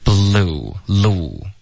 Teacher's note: Blue 的这个 l 的音要更干脆一点，现在发的有点像一个 r 的音了